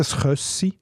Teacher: Und dann haben wir noch ein Ü, das zu einem Ö wird.